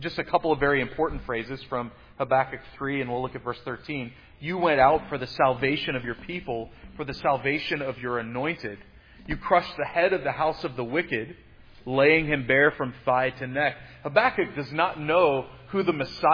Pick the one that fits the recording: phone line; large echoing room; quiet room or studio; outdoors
large echoing room